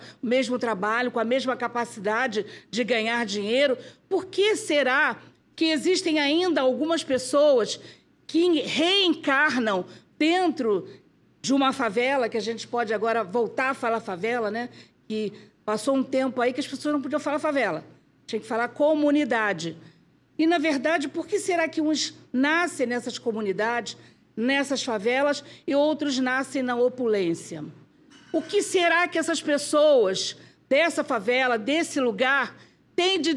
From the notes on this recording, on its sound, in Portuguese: Palestra ao Vivo